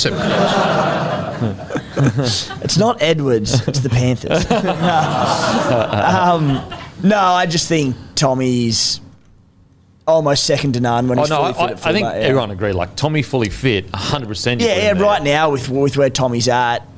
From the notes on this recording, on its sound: in front of our live crowd